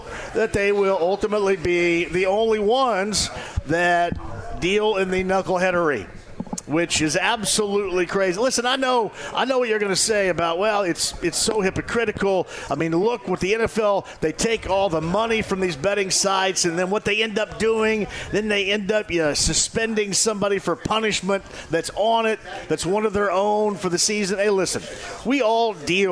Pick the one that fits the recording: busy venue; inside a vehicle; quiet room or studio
busy venue